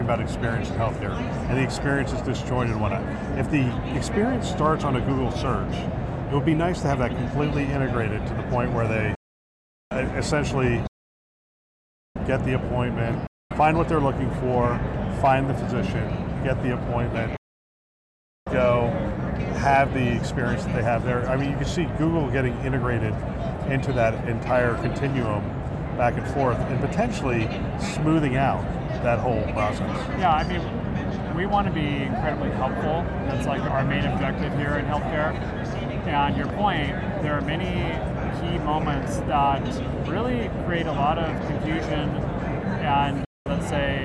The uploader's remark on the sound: Interview in Action live from HLTH